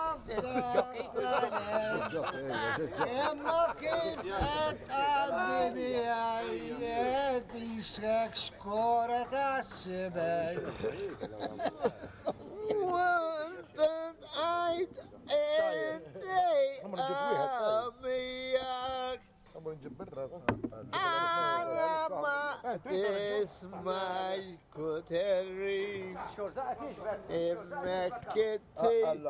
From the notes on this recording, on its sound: Old men singing Maltese folk songs outside a cafe. This is a a chance recording of two old men singing folk songs for my mother when we took her to see the town where she was brought up.